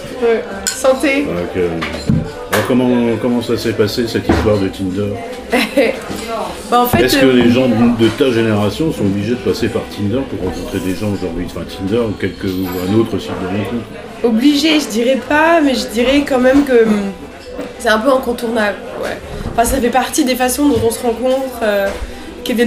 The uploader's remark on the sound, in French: au bar le Progès